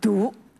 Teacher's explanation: 作为苦菜的读音呢，韵母就按规律变化变到了乌，而它的声母只留下了的，大致上就读作读这样的一个音。